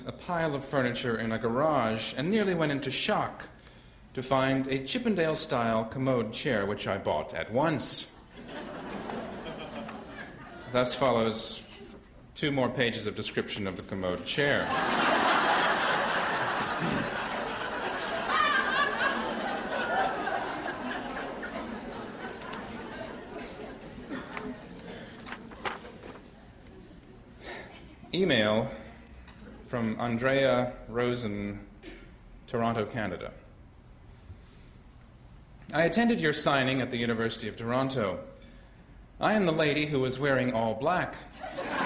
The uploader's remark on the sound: delivers the keynote speech at the annual meeting of the San Diego Historical Society.